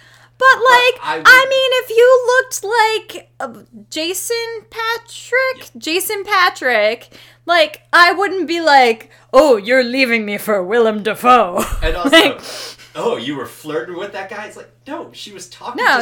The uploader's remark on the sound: Apologies for the sound quality: our producer mixed up the stereo setting with the bidirectional setting.